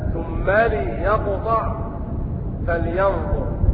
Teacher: قرأوا ثم ليقطع فلينظر بكسر اللام